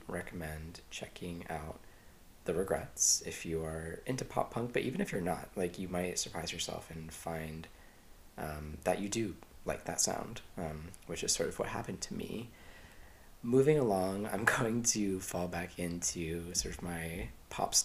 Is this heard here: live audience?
no